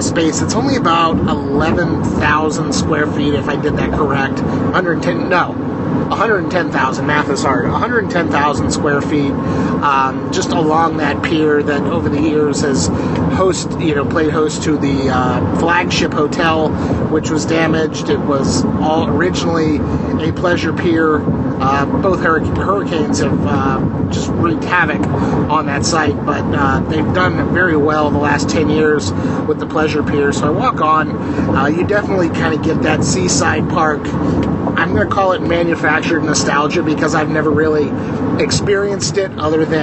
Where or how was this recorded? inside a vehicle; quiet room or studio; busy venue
inside a vehicle